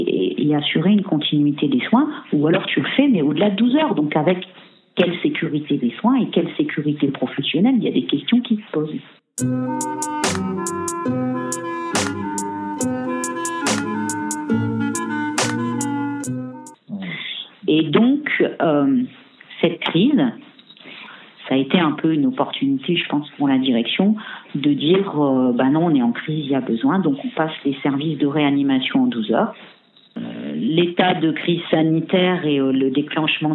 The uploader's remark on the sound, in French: Entretien téléphonique réalisé ce 18 avril